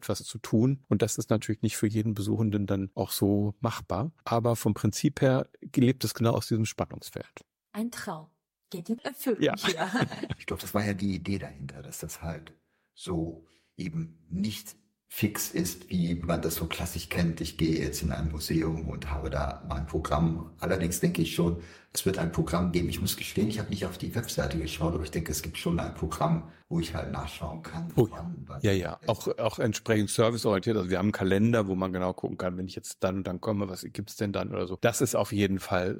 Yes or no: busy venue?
no